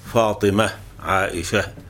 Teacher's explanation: تاء التأنيث المربوطة عند الوقف يعني تنطق بالهاء